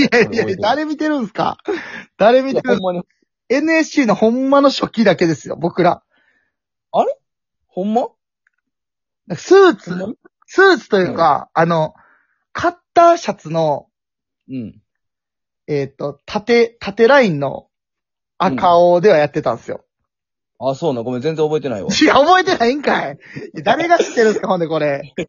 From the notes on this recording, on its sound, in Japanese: ゲストと一緒に配信。リモート収録。滋賀県住みます芸人。